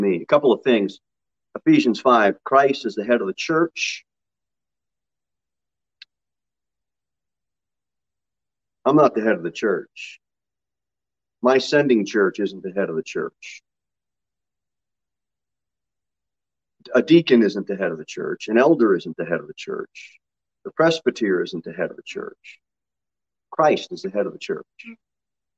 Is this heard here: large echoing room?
yes